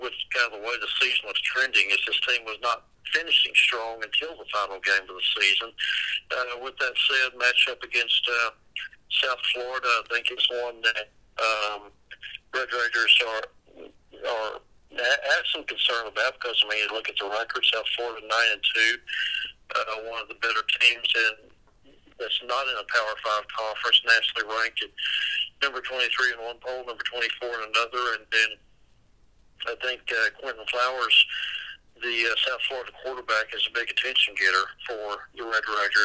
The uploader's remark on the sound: call into the show